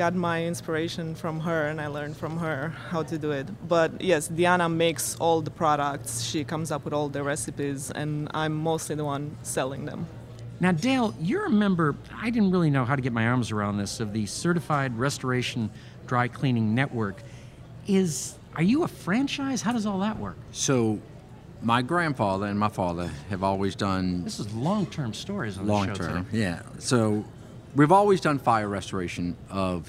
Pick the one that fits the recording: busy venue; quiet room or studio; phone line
busy venue